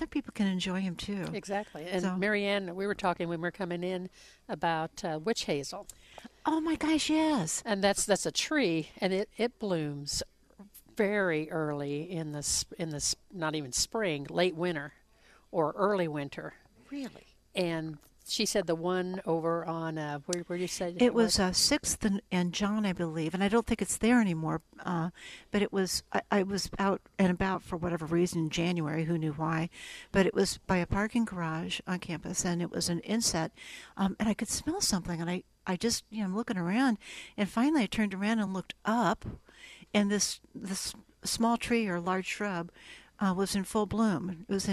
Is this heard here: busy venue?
yes